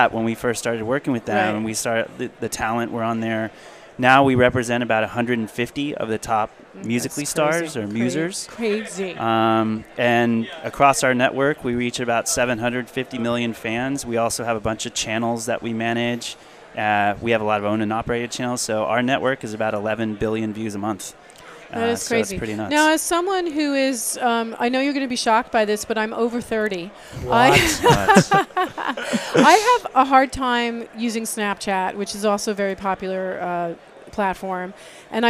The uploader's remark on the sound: Live Broadcast from the MADE for Broadcast booth from Adtech NYC 2016.